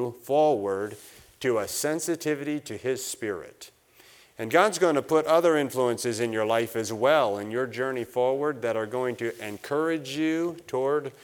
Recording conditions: large echoing room